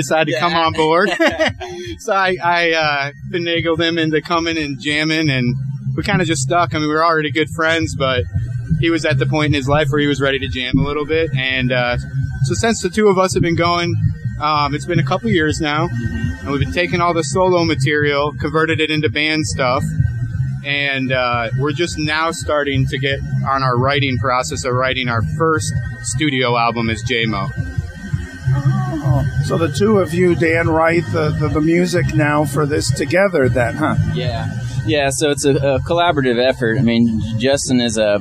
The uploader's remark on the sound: Today as we broadcast from The Sanford Music Festival in Sanford, Florida